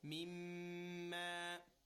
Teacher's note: But the second mim, because it's in the middle of the recitation and it's shadda, you have to give it a ghunna.